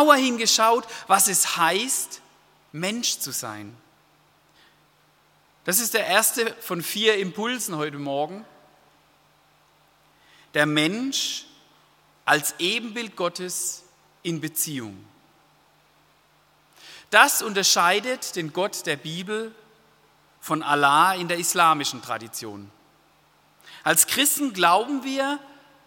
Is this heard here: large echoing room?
yes